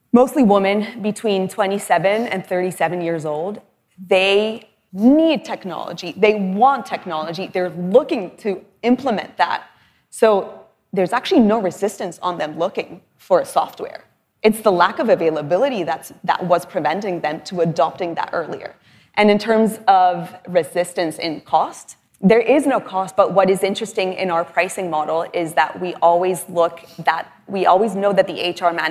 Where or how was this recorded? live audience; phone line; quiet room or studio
live audience